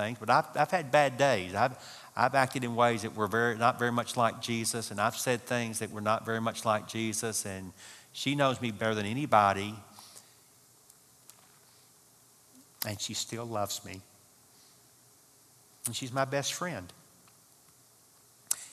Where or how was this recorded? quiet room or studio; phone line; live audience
live audience